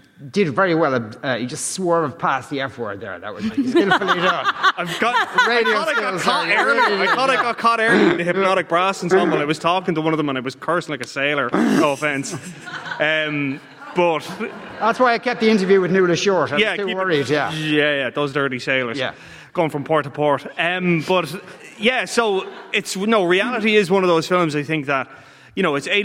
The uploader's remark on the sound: Live from the Triskel Arts Centre in Cork City. Part of Newstalk’s Summer Tour.